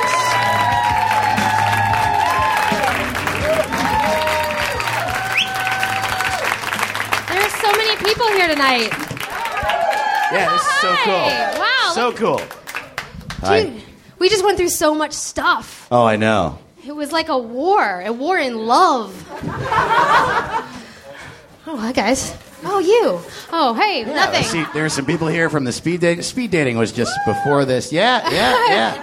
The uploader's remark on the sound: on stage live at Nerdmelt